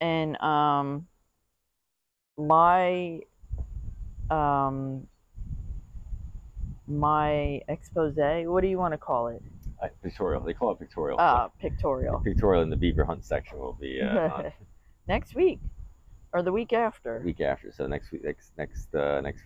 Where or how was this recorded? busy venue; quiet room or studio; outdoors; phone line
outdoors